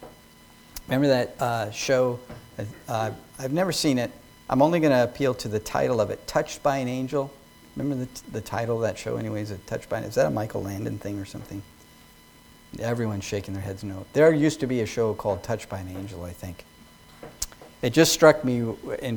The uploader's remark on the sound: Sermon preached at New Creation Reformed Presbyterian Church on Jan.